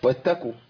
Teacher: احنا محتاجين ان احنا نفخم القاف عشان ما تنقلبش الى كاف لان الكاف المضمومه اسهل خروجا من القاف المضمومه تمام.